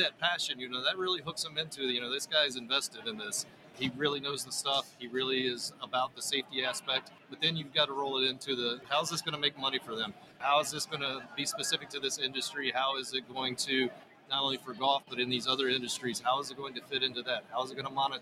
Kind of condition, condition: setting, busy venue